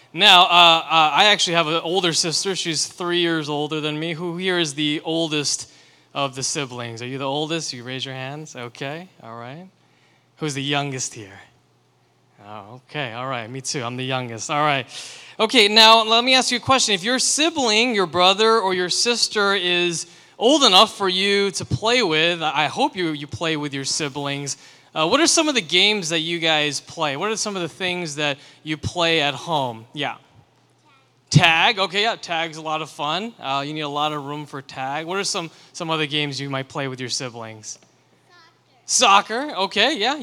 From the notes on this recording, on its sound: sermon for Liberti River Wards' June 25, 2023, Sunday worship service